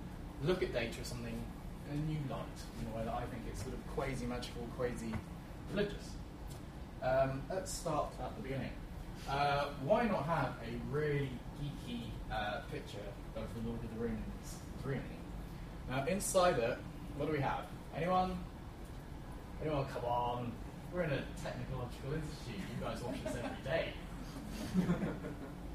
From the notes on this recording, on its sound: Friday lunchtime lectures at the Open Data Institute.